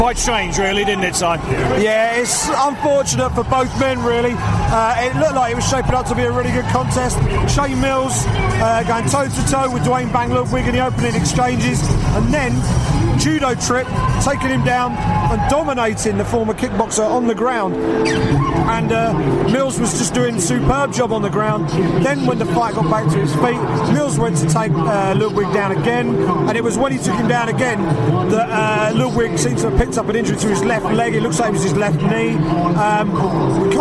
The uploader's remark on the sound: live reaction from cageside in Nottingham, England